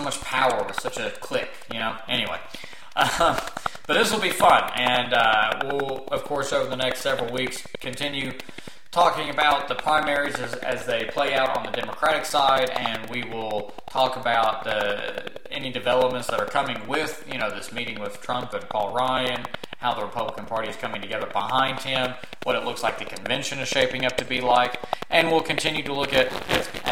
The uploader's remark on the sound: Once again messed up during recording and did not notice a problematic audio flaw in the recording that is resent in the majority of the episode (a constant popping sound).